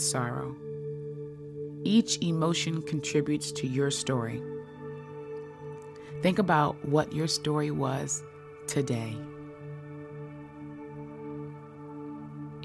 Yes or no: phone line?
no